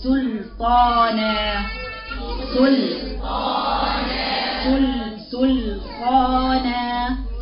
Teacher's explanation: نقرأ سين ممكن تفخم يجب ترقيقها إذا أتى بعدها حرف الطاء زي كلمة إيه سلطانة سلطانة سلطانة السين واللام رقيقة والنون رقيقة الطاء بس يا الفخامة يبقى سلطانة سلطانة.